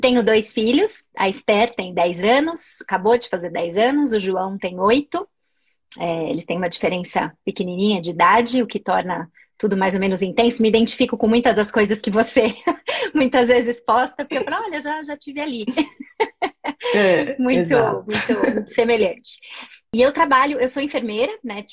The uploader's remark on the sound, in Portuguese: uma live no seu Instagram regada a café